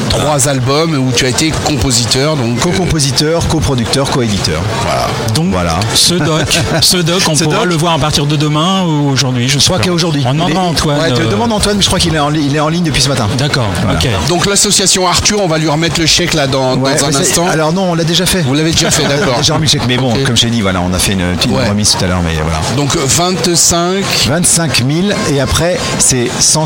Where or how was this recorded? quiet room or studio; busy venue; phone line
busy venue